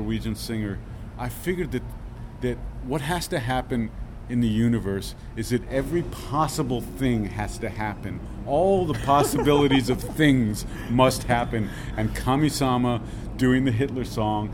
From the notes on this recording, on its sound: At the weary end of every night throughout South By Southwest. Met up on the Austin streets to break down all the events of the day.